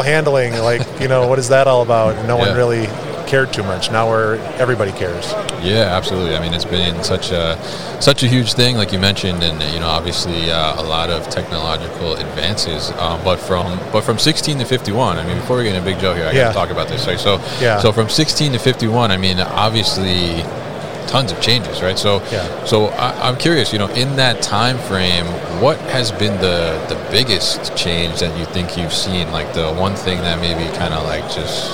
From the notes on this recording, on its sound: Big Joe Lift Trucks at MODEX 2022